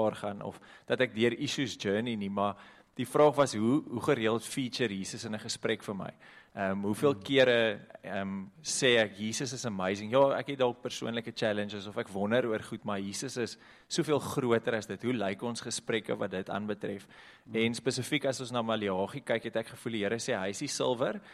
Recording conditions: large echoing room